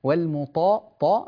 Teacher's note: فخم الطاء، لا تقول والمتا تا هكذا، تاء مفخمة